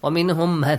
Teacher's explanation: mim sakin plus mim, idgham, mithlain, but it has to be with a nasal sound